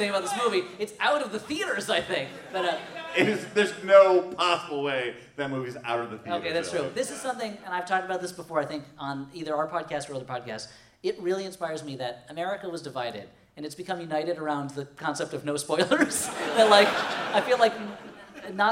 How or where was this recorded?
live audience